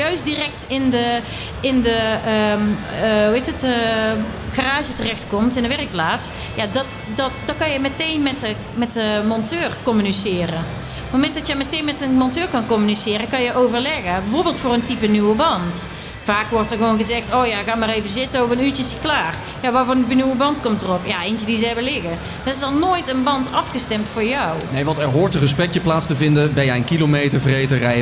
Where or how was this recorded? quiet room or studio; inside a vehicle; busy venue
busy venue